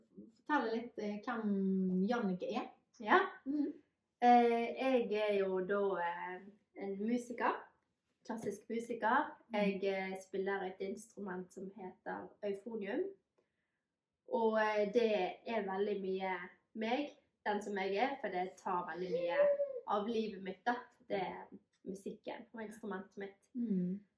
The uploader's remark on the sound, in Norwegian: Denne episoden ble spilt inn for en del måneder siden, med både hund og baby i samme rom. Den er perfekt uperfekt med både lyd, bilde og editering.